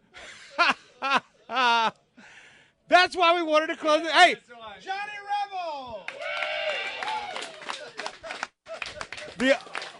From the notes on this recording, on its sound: TPC’s annual celebration of the South officially kicks off with a live remote broadcast from South Carolina, where authors of The Honorable Cause: A Free South and other special guests are on hand for interviews and to sign copies of the book!